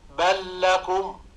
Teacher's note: اللام بعد لام بل مثل بل لكم، نحن ننطق بلام واحدة مشددة · Term: الإدغام